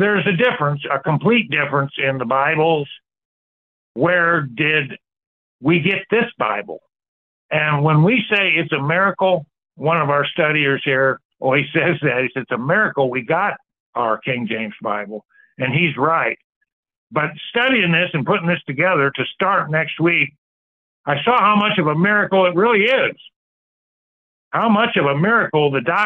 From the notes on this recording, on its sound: Church Call in Bible Study